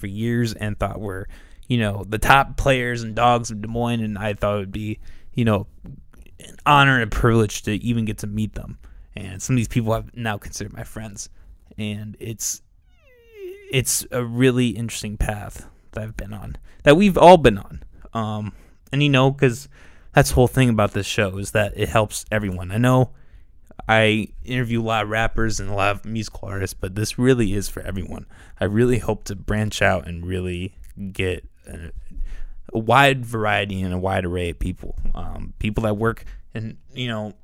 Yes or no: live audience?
no